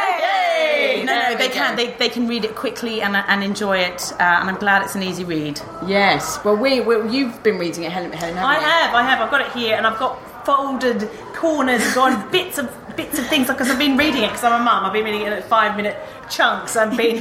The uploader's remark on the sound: We are on location for this episode, coming to you live from the launch